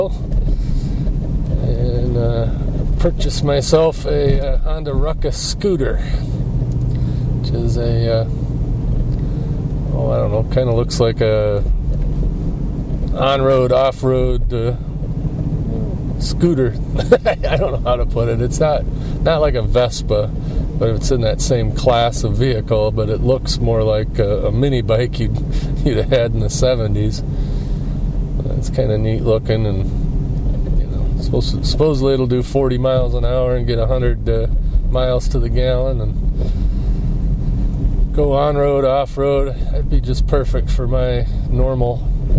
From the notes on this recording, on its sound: I try out my new Sony ICD-UX70 Recorder while driving around Traverse City in my car.